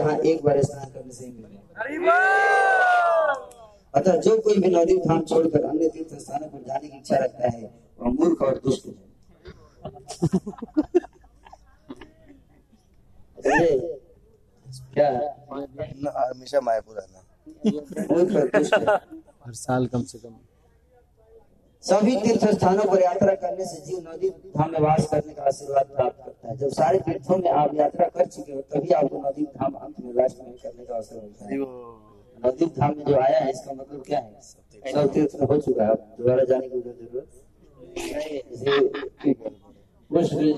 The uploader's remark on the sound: Occasion : Mayapur Yatra 2020. Audience : Camp devotees.